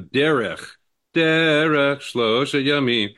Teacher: two syllables, first syllable stressed